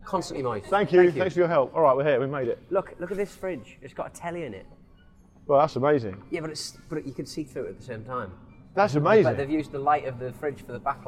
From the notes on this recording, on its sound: 7th Avenue NYC. It's a special show today recorded on the bustling streets of New York City!